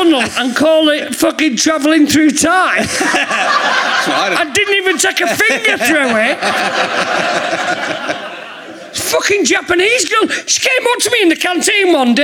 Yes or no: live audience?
yes